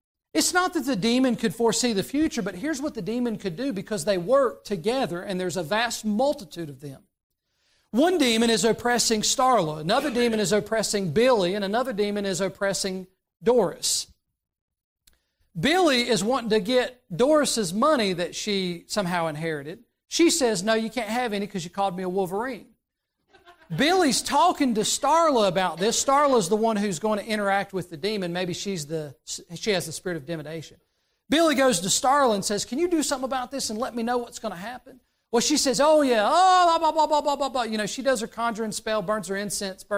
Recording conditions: large echoing room